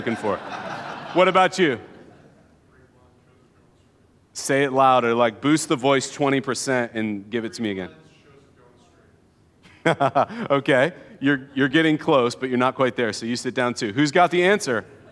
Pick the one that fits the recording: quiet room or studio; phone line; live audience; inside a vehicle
live audience